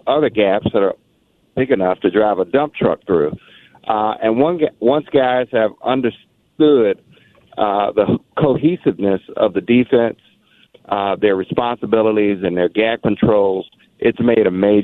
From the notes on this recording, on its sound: We keep things rolling here in the Fan studio with a special guest. We have a live caller. Another, strangely familiar, surprise caller!